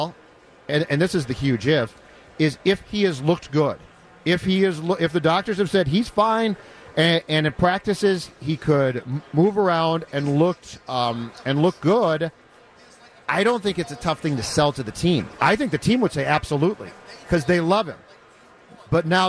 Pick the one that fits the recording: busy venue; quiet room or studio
busy venue